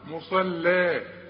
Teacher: انا عاوزك بقى تطلع اللام دي زي الحرير، مرققه قوي، مصلى. يا سلام، شوف مش مصلى مصلى، لا مصلى.